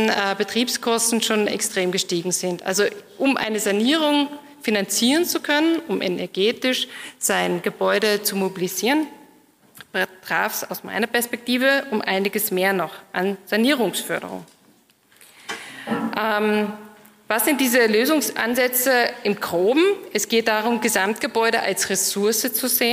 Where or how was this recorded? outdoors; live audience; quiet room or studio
live audience